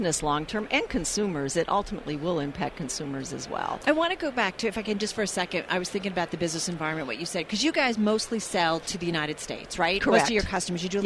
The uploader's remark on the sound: From Radio Row in Atlanta